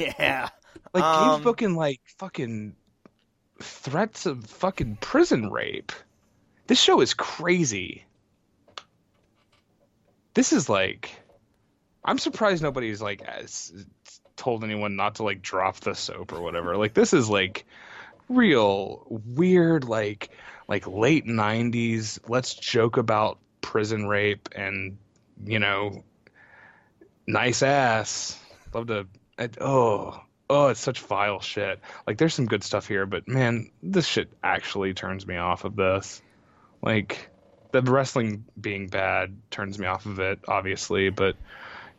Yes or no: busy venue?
no